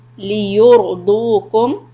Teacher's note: So ra sukun preceded by dhamma is heavy and dad waw is heavy.